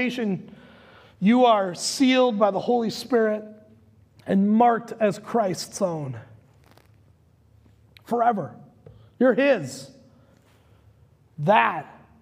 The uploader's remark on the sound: Recorded live at Word of Life Church in Le Sueur, Minnesota on July 4th, 2021.